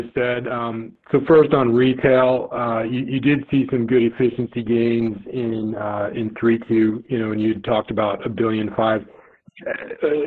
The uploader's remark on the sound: Earnings Conference Call.